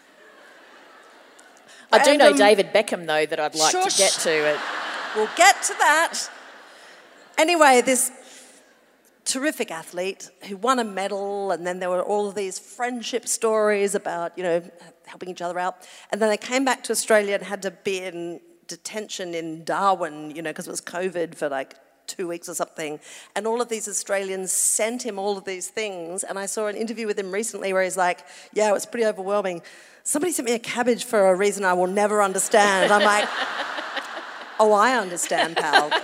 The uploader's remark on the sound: The Chat 10 Looks 3 live show at Hamer Hall, Melbourne.